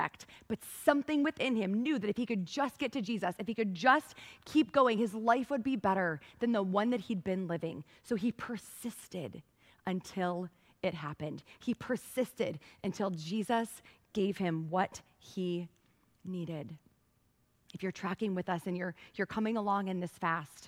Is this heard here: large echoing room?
yes